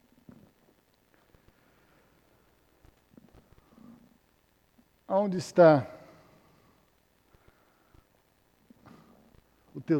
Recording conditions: large echoing room